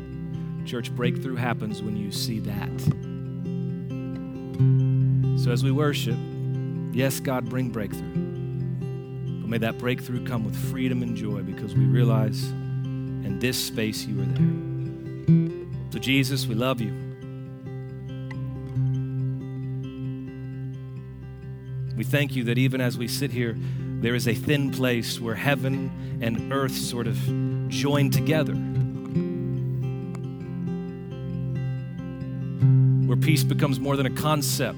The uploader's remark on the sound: Recorded Live at Brookwood Church on 01.014.2024